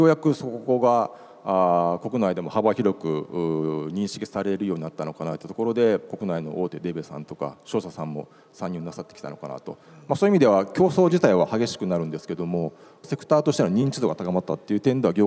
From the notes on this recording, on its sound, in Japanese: 1月28日に東京証券取引所で開催した「J-REITファン2017」に登壇した「ラサールロジポート投資法人」のIRセミナーをダイジェスト版でお送りします。